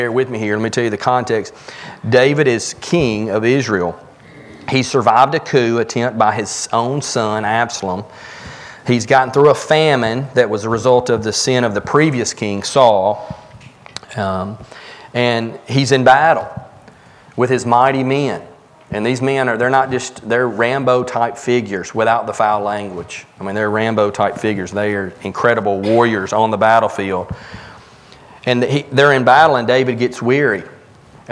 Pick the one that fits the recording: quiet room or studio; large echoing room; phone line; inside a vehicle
large echoing room